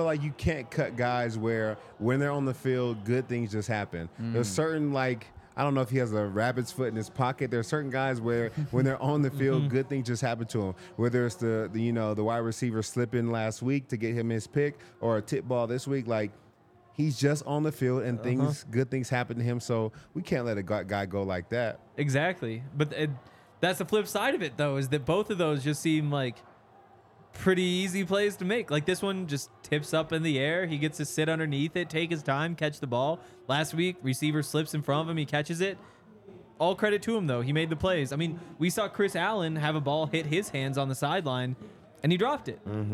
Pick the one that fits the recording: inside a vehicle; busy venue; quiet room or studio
busy venue